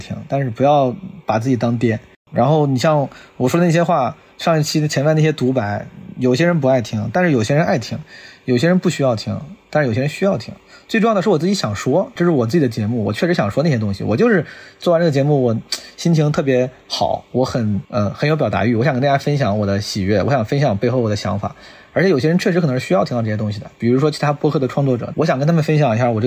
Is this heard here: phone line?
no